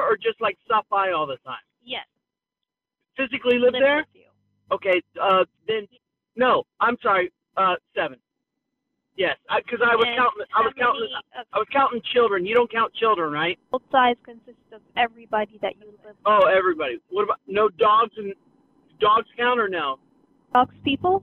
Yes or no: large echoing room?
no